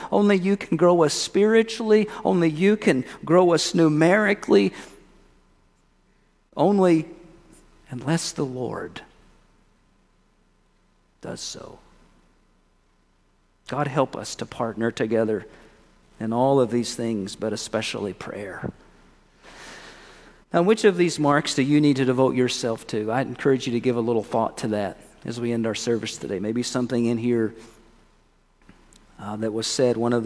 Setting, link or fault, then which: setting, large echoing room